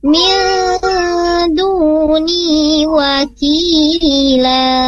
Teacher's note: Nun mati ketemu dal di sana, hukumnya ikhfa